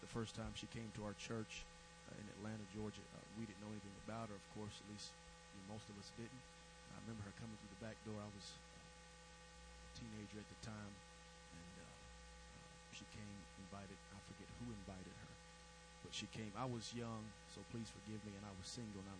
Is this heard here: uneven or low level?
yes